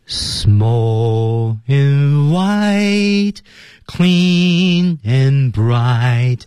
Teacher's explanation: 它的语调的话呢是 Small and white, clean and bright,是降升升降的一个节奏啊